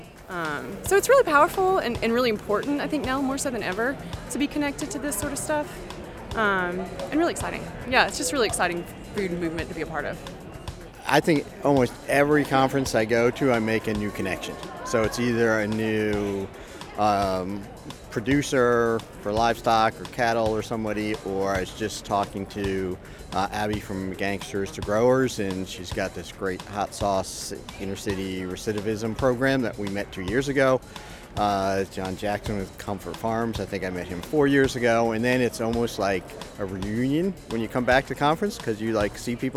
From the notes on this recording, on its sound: A special episode which took place at the Georgia Organics Conference in Athens. We stopped by to chat with a few attendees and listen to what this special has meant to them this year, the past decade, or longer…